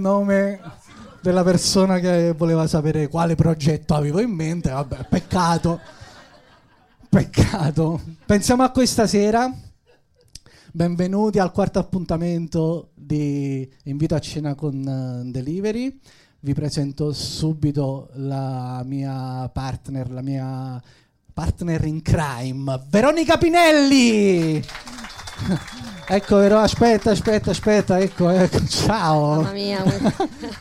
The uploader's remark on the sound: Live dal GhePensiMi di Milano